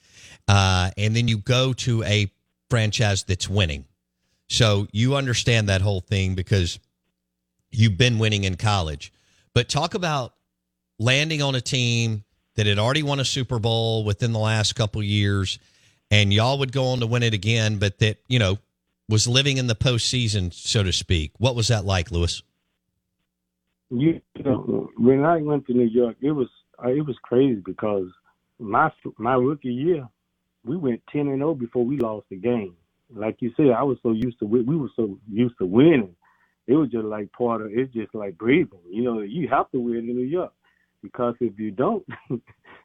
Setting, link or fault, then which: link, phone line